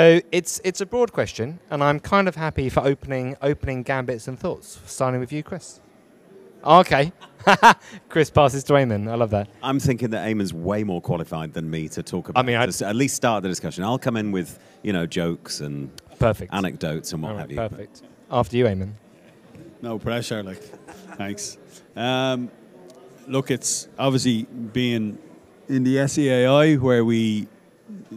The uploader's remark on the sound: Live from Dublin